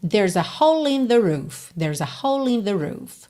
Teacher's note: Aqui, então, ele juntou o L já na próxima palavra, in.